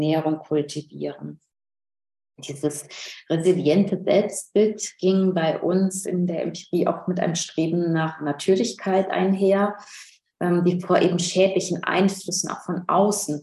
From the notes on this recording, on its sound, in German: Ein Mitschnitt der online Jour fixe-Reihe der Assoziation für kritische Gesellschaftsforschung (AkG). In der heutigen Ausgabe des mosaik-Podcast hört ihr einen weiteren Mitschnitt der digitalen jour fix Reihe der Assoziation für kritische Gesellschaftsforschung.